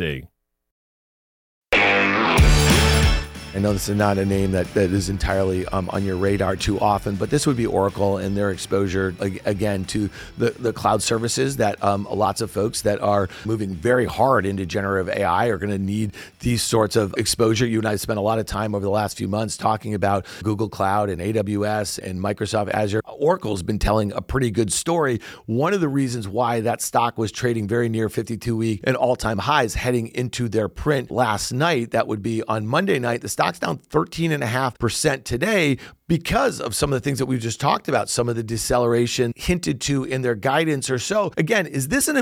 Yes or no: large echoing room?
no